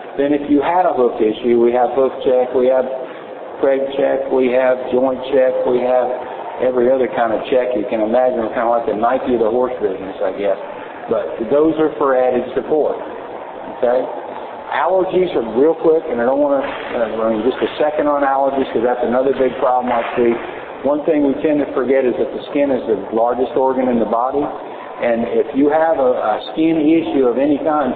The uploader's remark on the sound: Recorded live from 2011 PA Horse Expo includes live questions/answers.